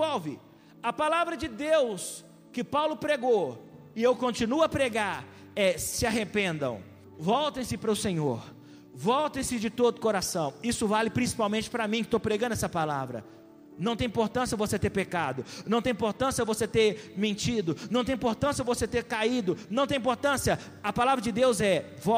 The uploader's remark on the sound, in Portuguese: Essa mensagem foi gravada ao vivo no dia 02/02/2020, no culto dominical da Igreja Vale Da Bênção - BH.